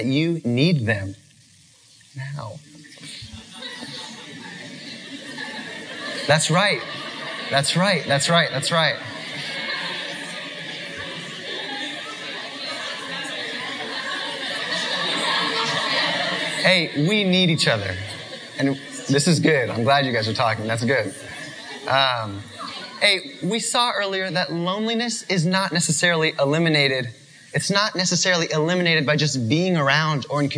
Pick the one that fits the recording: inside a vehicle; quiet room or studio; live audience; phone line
live audience